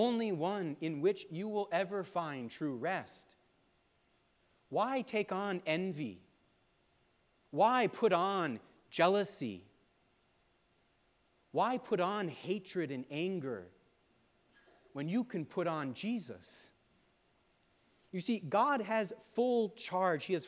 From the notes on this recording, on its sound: preached at All Saints Anglican Church in Charlottesville, VA on December 3, 2023